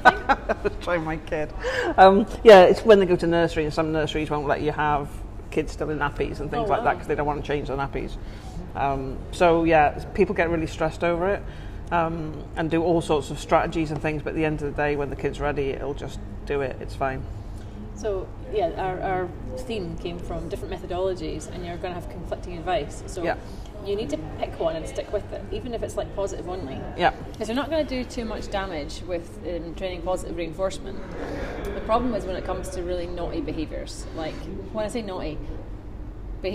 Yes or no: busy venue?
yes